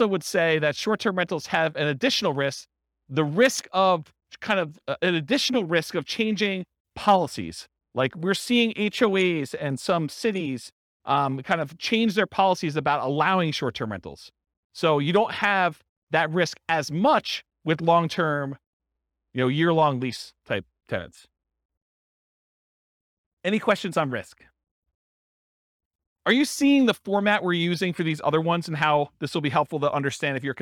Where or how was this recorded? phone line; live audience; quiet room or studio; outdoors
live audience